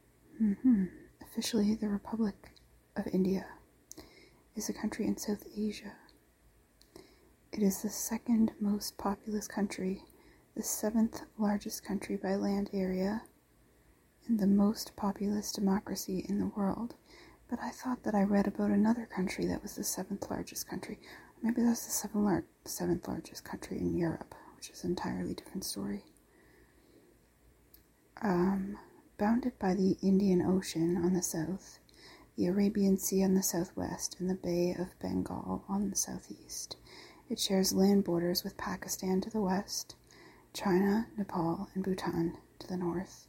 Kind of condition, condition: fault, sounds in the background